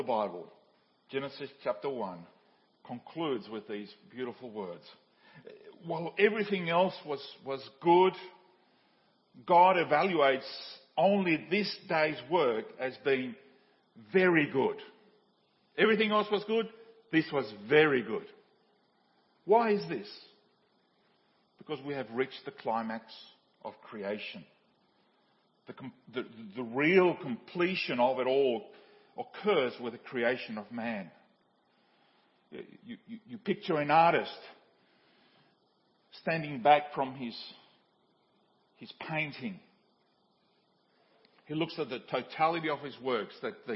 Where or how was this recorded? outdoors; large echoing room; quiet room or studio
large echoing room